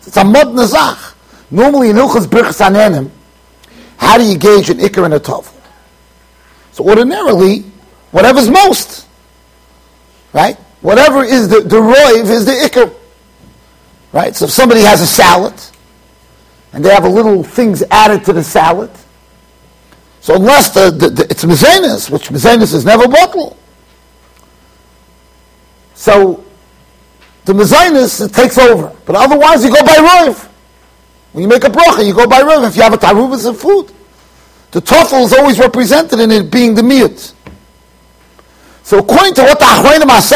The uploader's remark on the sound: Shiur recorded in Yeshivas Ohr Reuven, Monsey NY.